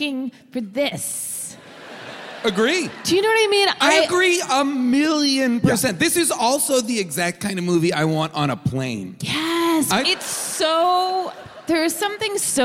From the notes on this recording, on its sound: Recorded live from Durham, North Carolina